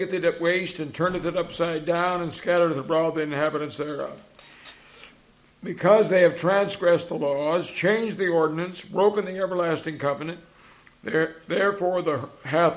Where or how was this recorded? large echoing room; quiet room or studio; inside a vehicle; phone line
large echoing room